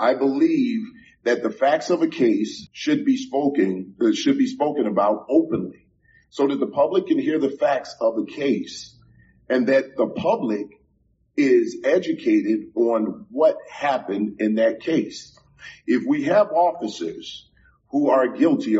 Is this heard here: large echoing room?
yes